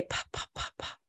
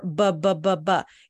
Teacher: you'll notice they have the same placement in the mouth when you're making the vocalization, or the mouth movement. But when you say there's no voice.